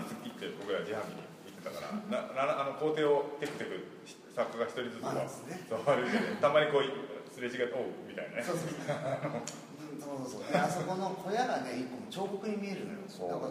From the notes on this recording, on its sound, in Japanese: 会場：金沢美術工芸大学 展示室。OUTBOUNDー彫刻シンポジウム外伝 のトークイベントの録音です。